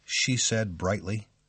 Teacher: Level tone. Used after a direct quotation.